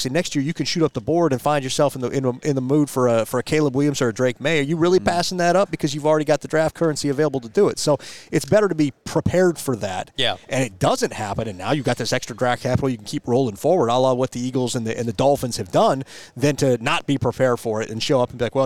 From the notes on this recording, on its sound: LIVE from the NFL Scouting Combine